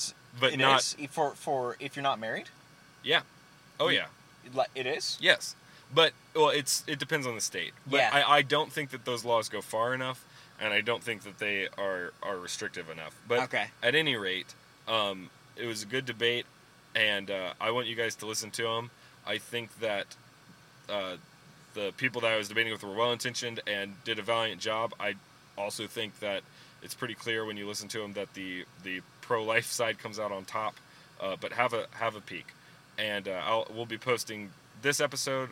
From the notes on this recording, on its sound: in the car this week